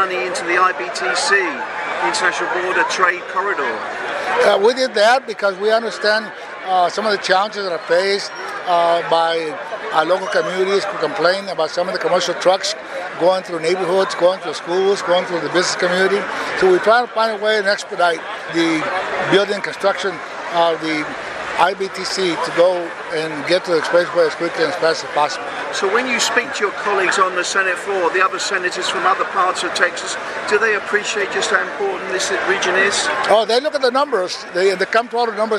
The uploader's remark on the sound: At the 2023 Start of the Produce Season event. In an interview with a reporter at the Pharr Bridge Board’s 2023 Start of the Produce Season celebrations.